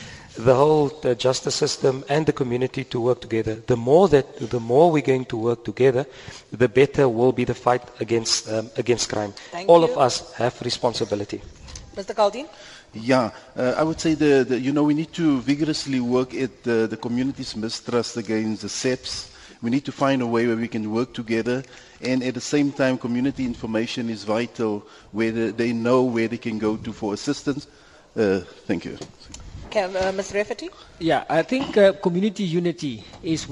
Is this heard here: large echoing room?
yes